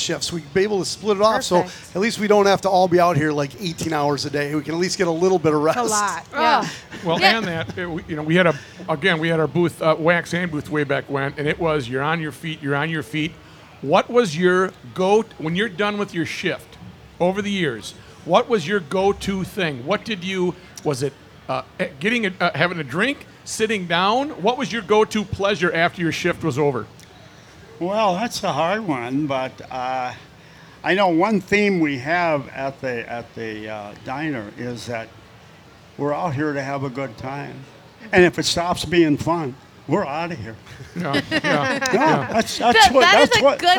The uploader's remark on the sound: Live from the state fair!